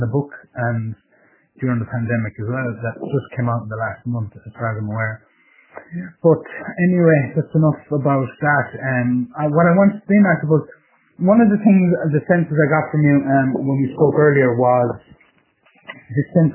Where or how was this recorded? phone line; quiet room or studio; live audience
phone line